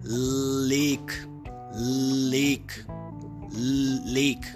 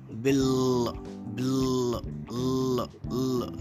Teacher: One is clear L word initially and one is dark L word finally.